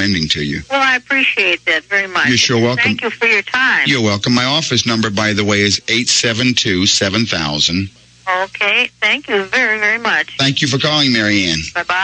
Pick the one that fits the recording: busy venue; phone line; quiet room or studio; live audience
phone line